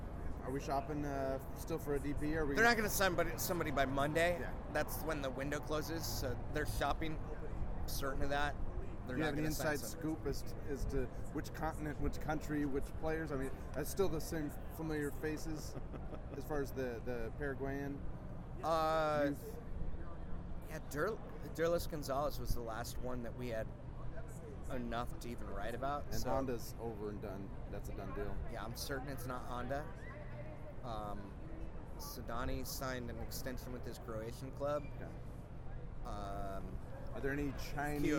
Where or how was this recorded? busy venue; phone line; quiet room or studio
busy venue